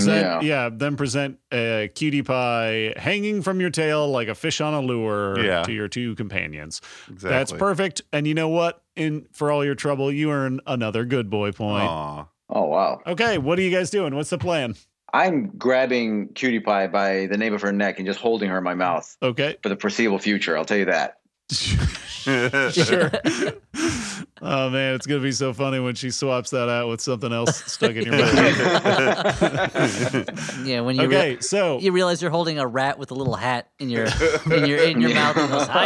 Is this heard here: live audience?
no